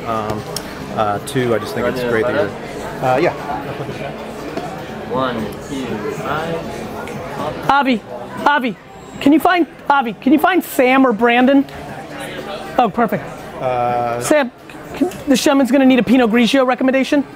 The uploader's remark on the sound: marathon 4-hour Q&amp;A session I did at Wine Library